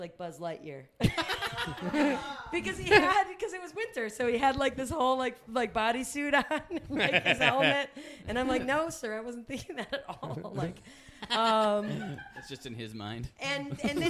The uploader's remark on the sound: Live at The Torch Theatre in Phoenix.